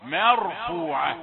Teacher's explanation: خد بالك احرص على ترقيق الميم، لا تقل مرفوعة ما، لا مرفوعة، مر ميم رقيقة ثم راء مفخمة، مرفوعة. لا تسهل المسألة على نفسك فايه فتفتح الفم فتحة واحدة تأتي بالحرفين المتجاورين اما مفخمين او مرققين.